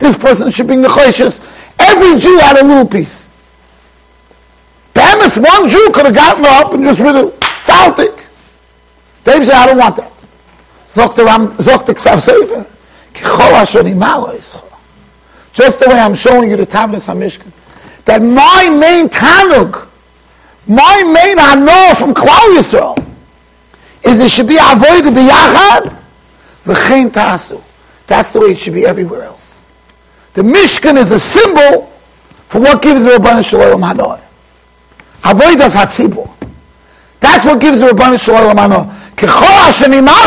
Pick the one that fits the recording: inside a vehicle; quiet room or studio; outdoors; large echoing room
large echoing room